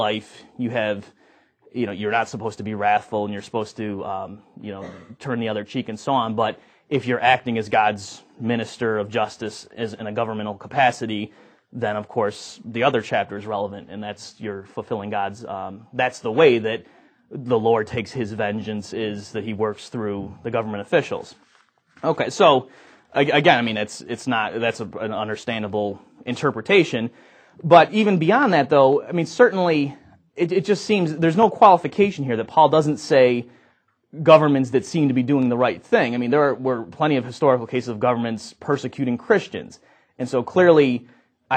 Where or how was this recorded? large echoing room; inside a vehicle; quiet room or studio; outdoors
large echoing room